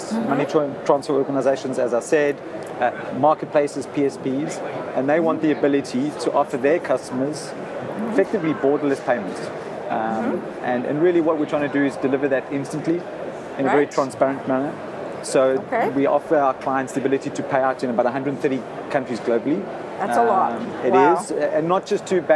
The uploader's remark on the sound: At Money20/20 Thunes Stand. Conversation at exquisite MoneyPot stage to wrap up the Live Coverage of #BBE at Money20/20.